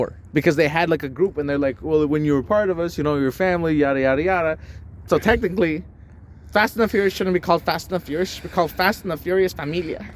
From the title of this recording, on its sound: We Took It Outside